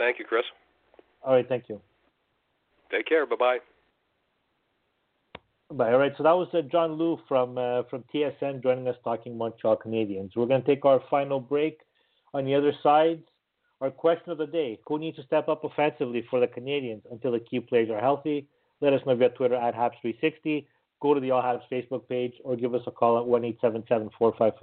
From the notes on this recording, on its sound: we take your phone calls